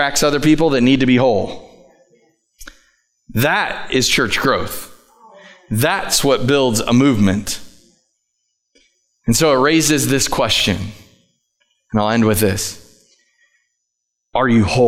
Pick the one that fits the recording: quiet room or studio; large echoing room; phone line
large echoing room